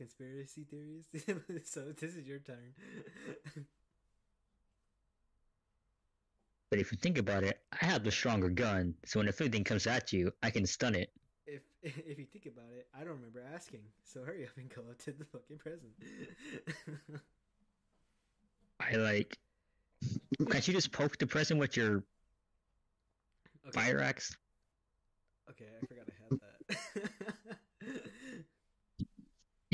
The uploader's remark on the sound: sorry for crappy audio